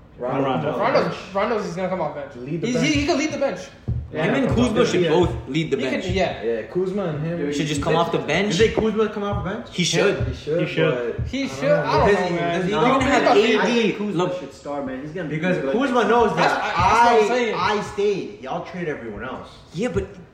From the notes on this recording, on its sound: We still working on the audio, so sorry in advance.